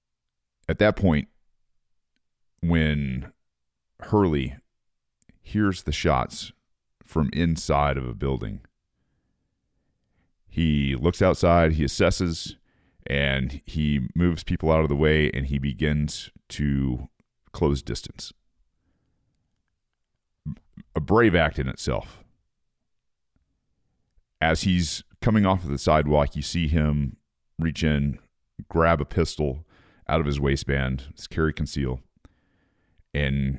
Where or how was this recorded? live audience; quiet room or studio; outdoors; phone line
quiet room or studio